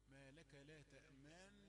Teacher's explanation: ثم أدغمنا النون في النون واكتفينا في المرفوعة بضم الشفتين · Term: الإشارة بالضم